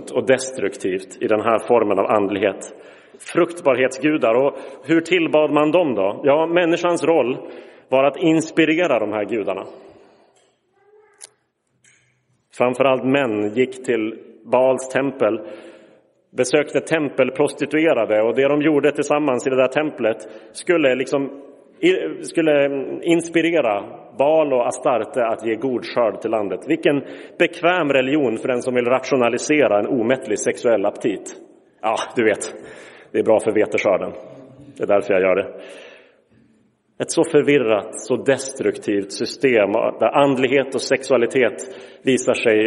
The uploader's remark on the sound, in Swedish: Inspelad i Roseniuskyrkan den 8 januari 2023.